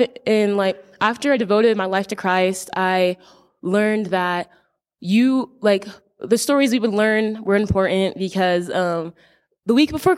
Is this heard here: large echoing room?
yes